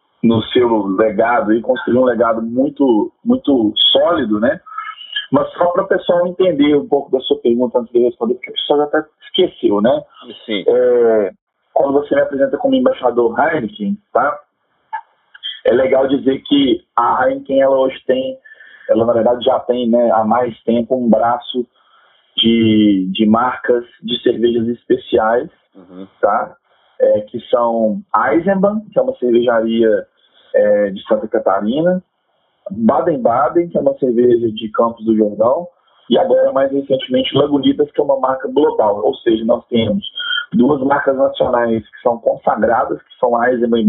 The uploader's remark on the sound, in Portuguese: Não se assuste com o áudio, ele melhora consideravelmente a partir do segundo episódio!